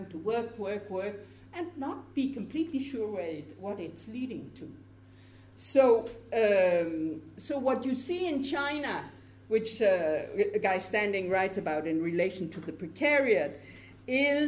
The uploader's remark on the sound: This episode of the Nordic Centre podcast is a recording of a public lecture